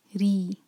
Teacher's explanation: راک کے نیچے کسرہ ہے تو اس کو پتلا پڑھنا ہے، باریک. ری، زبان کی صرف ٹپ یوز کرنی ہے.